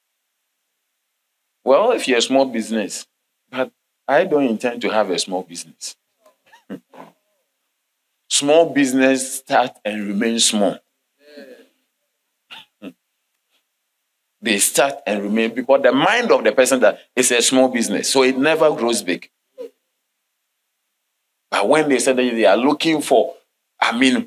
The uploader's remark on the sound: Sermon delivered on Sunday, March 26, 2023, at LCI Mega-Church in Cape Town, South Africa.